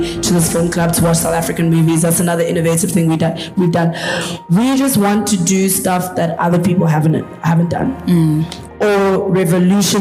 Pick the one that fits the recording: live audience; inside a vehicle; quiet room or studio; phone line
live audience